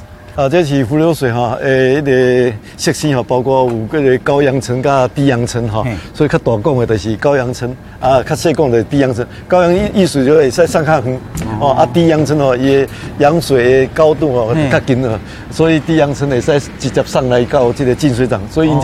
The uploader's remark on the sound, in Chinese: 雲林古坑乾旱現場